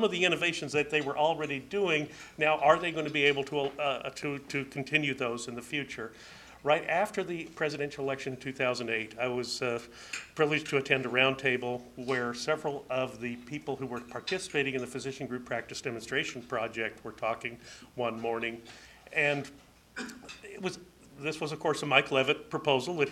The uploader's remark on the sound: At Ripon Society Health Forum on April 14, 2011